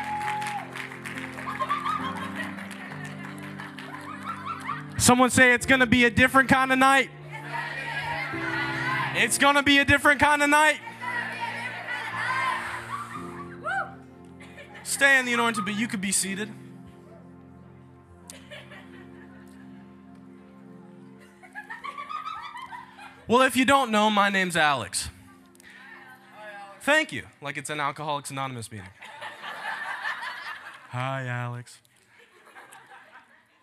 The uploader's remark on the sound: Taking You Into A Live Holy Ghost Service. The altars were packed with young people giving their hearts to Jesus and getting set free. Take you directly into that live service.